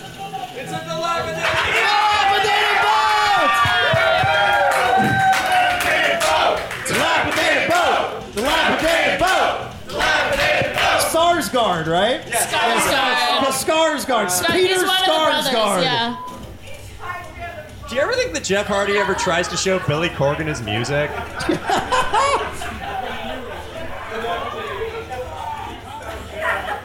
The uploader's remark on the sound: YSLW LIVE! It’s the first LIVE edition of You Should Love Wrestling, emanating from the Pack Theater in Los Angeles!